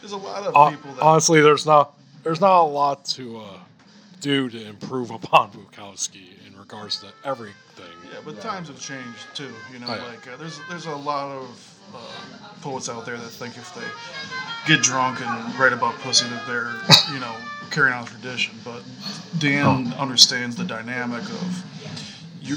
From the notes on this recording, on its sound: Recorded at the Bourgeois Pig Cafe in Chicago.